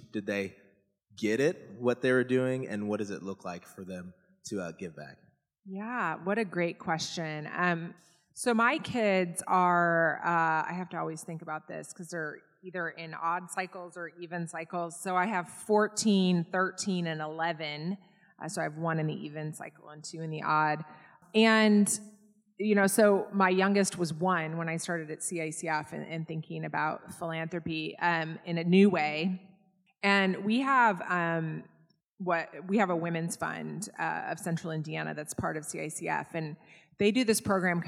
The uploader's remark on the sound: This episode was recorded live in front of an audience and may vary in sound.